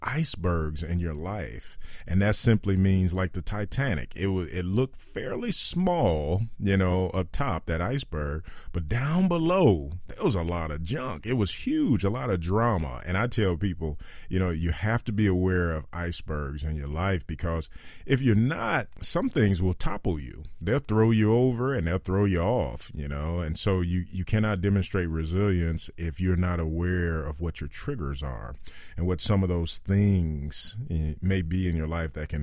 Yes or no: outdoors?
no